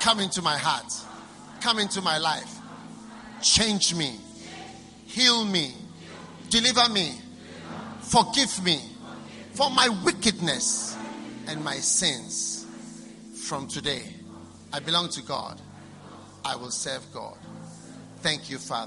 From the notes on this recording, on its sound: Preached at the First Love Church, Accra.